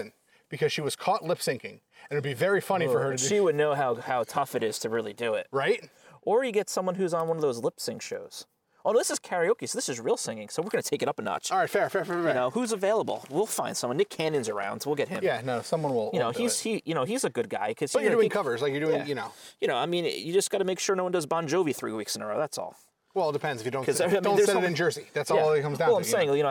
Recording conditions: outdoors